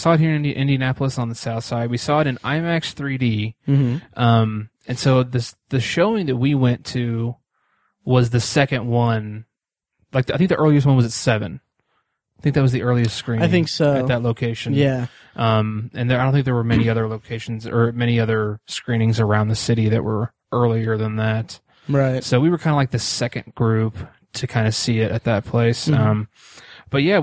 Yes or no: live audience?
no